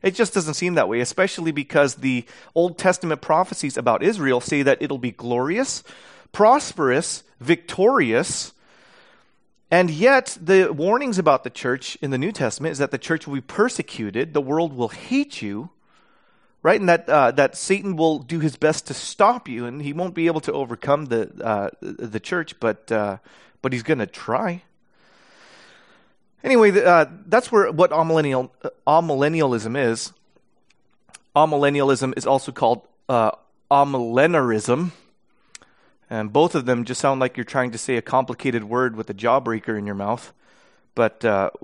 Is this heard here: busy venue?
no